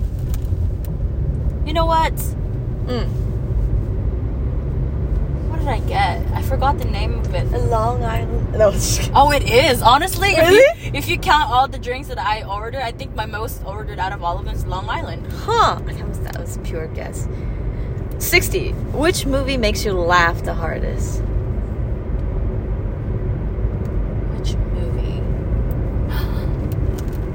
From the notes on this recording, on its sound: Don't mind the ambient noise, here's another smol adventure thru the mic on my iPhone